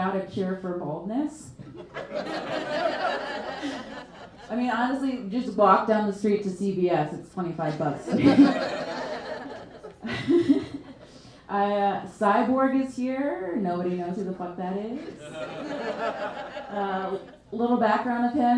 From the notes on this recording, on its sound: A live Nerd Roast show they recorded in summer of 2021.